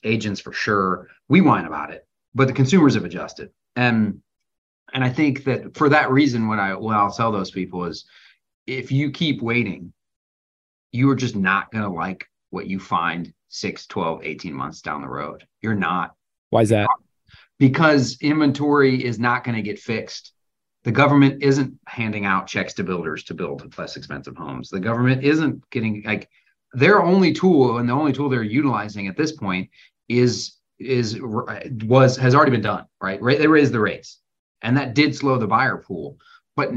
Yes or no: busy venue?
no